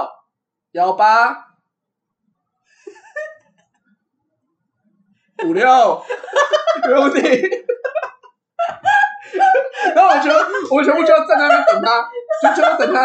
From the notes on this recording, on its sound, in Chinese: 當天錄製完畢後才發現麥克風出現狀況，所以這一集音質很糟，非常抱歉！